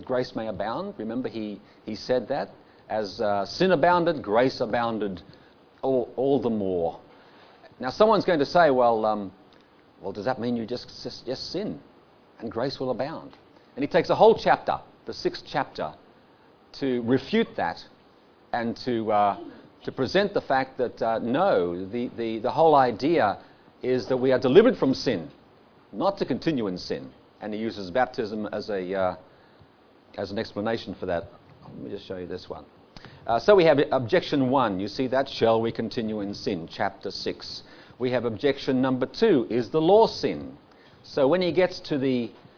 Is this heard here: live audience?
yes